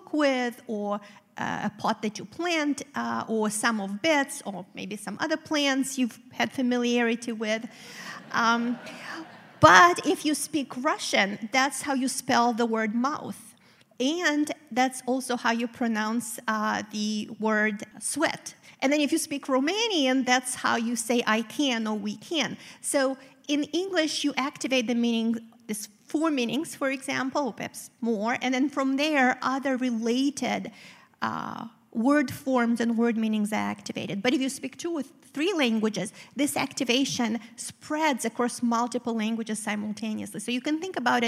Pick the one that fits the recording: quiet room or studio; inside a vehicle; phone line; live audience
live audience